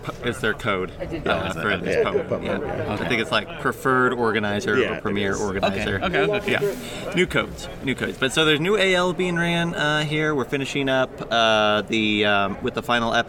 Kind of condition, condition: setting, busy venue